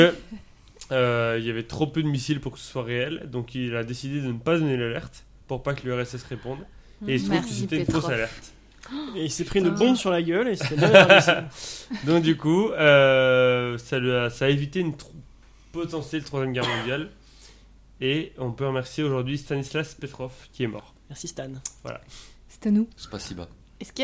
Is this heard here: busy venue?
no